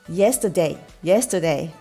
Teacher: yesterday yesterday というふうに day の部分を伸びやかに <laughs>言うとはいあの綺麗な、えー、音になりますはいで次6番目なんですがこれは、えーと上級者向けのアドバイスなんですけれども最初の yes のところの発音ですね。これあの y で始まってますよね。で y っていうのは子音なんですね。日本語のいではないんです。いの音とは異なる音です。えー、yesterdayyes、uh, yesterday yesterday いいこの振動が出てるの分かりますかえっ、ー、とね yesterday になります。で、これ、この音どうやって出してるかというと、口をひらがなのい、イい、普通のいの形にして、で、あ下をね、ベロをの両側に少し、両端に少し力を入れて、で、音を